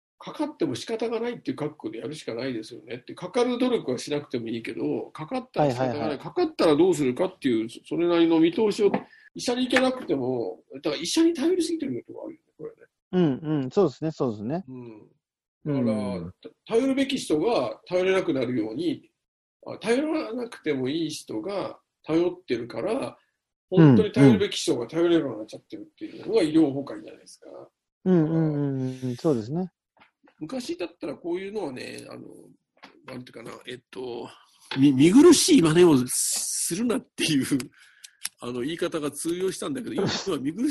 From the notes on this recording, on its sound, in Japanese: 今回はZOOMでの収録となります。